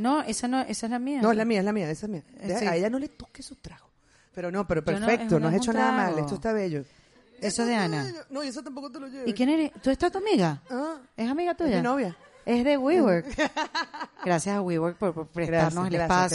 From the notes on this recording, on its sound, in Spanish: Volvimos a juntarnos frente a un micrófono. Episodio grabado con un hermoso público en vivo en Madrid.